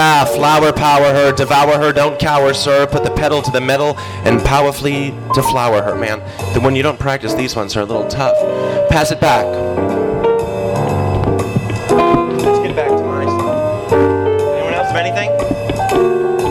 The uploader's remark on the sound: THIS EVENT WAS RECORDED LIVE AT SKYLIGHT BOOKS.